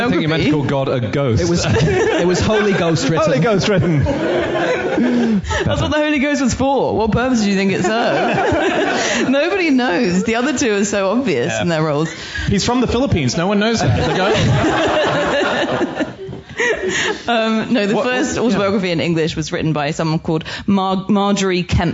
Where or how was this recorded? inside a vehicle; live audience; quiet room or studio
live audience